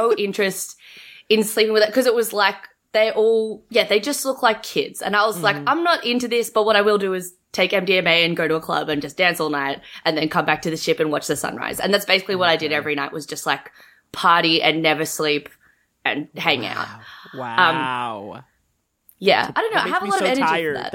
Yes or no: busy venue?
no